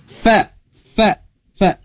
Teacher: tapi logat fa bahasa Arab itu digigit.